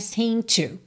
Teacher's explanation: Só que a minha próxima palavra, to, começa em T, então já junto tudo num som só